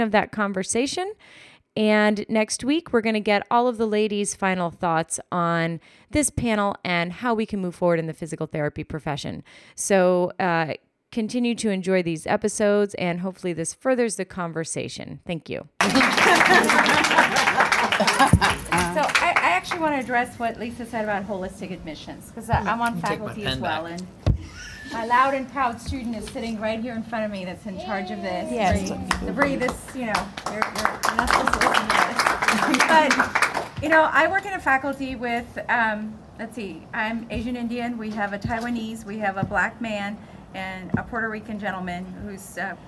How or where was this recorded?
busy venue